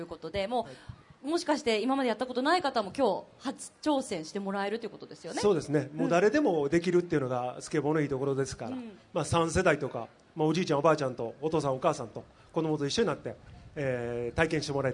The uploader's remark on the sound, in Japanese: 大阪・松原市で行われた公開録音（前半）の模様